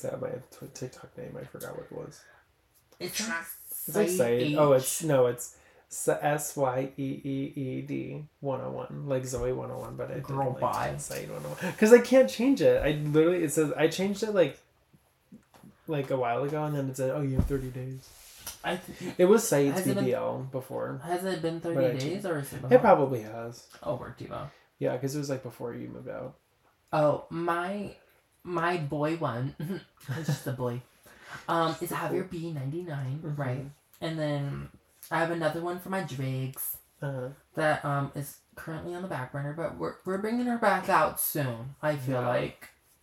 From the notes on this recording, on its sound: Dont mind that it sounds like we are recording in a well. New location who dis??